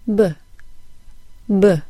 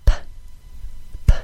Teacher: You should feel a vibration during the voiced B sound, but not feel it during the unvoiced P sound. If you feel it for both, you may be adding a vowel sound to the P sound.